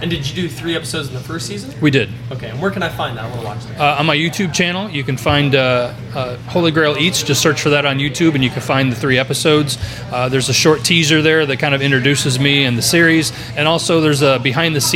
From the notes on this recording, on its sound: Pop-Up Podcast. We shot this live, on location at Cafe 66!